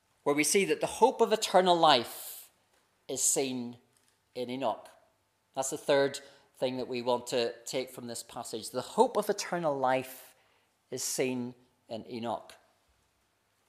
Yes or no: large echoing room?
yes